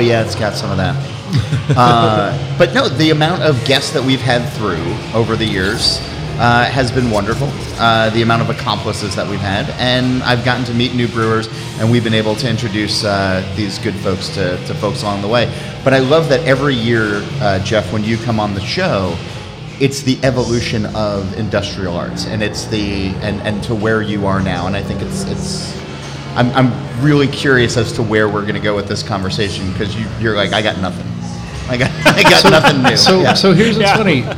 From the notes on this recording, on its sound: We turned 8 last Monday and celebrated by recording a live in-person show with a small but dedicated crowd at our original location, Barcade Jersey City.